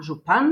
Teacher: torej naglas je na a, župan